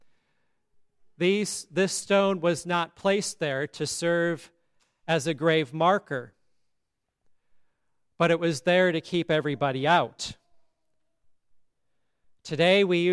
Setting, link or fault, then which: setting, large echoing room